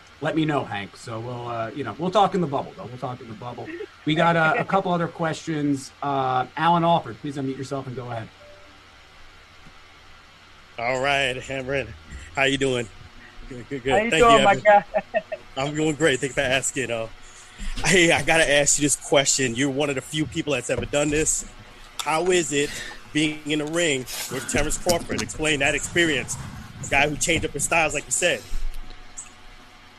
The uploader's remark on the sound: Media Conference